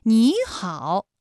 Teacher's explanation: 214加214直接演变成了35加214 · Term: 三声的变调